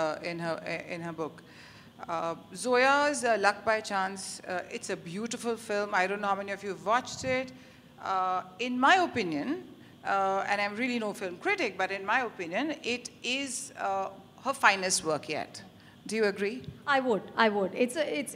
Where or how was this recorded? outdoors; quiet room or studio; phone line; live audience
live audience